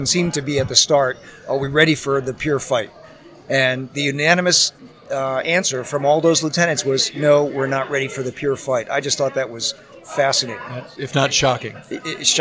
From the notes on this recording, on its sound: Live from Tailhook 2019